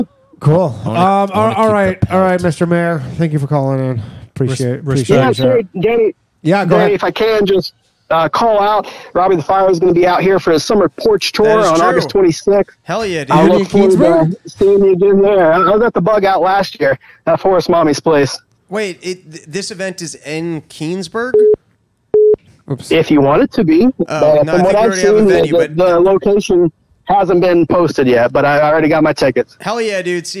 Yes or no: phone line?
yes